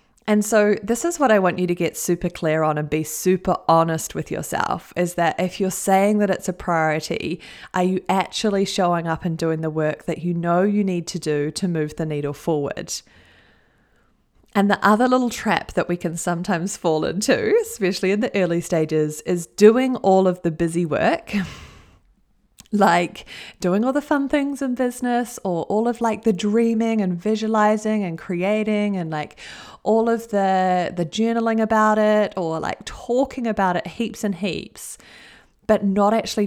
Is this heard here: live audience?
no